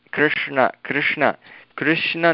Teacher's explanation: कृष्णशब्दे मूर्धन्यषकारस्य प्रभावेन नकारः णकारः जातः · Term: मूर्धन्यणकारः